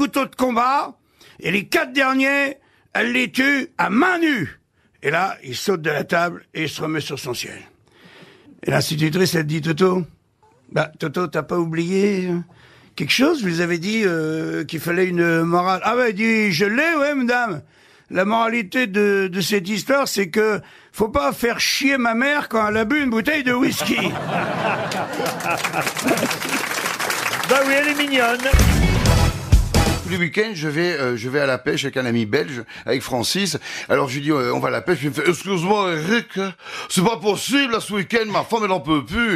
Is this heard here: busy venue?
no